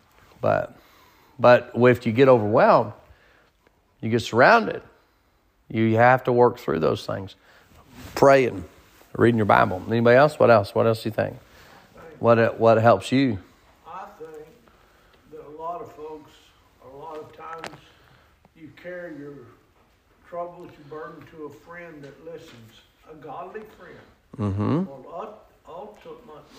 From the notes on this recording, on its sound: Sermon preached at Mid County Baptist Church